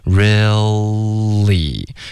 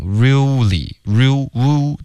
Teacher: 大家注意 real 结尾呢不要嘟嘴，OK，要舌尖顶上颚 · Shown in: first take · ，really，舌头顶上去后呢再接着发 li，非常连贯，别发 reallyreally，特别一字一顿，头重脚轻的，要连贯一致， reallyreally，也要注意不要动嘴的、动嘴唇，发成 really real woo 的这个音呜就不对了，是舌尖 really。